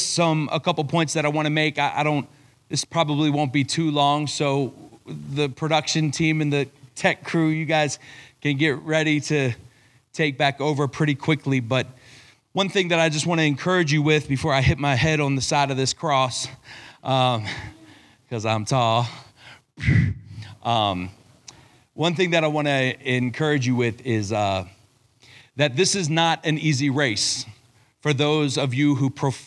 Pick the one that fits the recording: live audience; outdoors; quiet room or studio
live audience